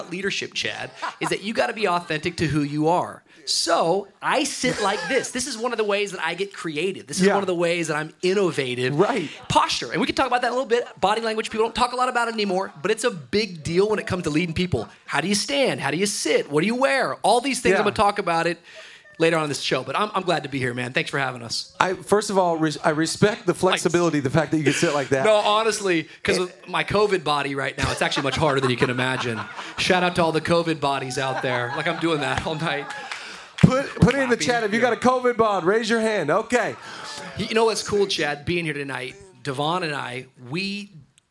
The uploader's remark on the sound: I Work With People Live Event